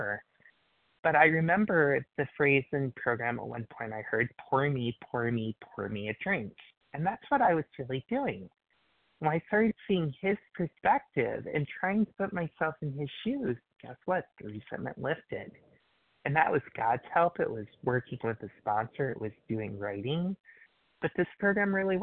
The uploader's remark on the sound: qualification from the 100 Pounders Phone Meeting